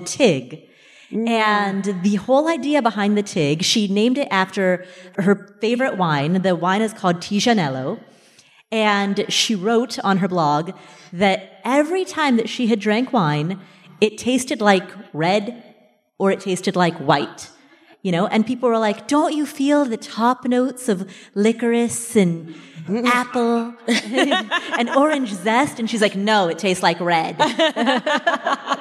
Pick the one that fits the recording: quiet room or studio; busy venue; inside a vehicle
busy venue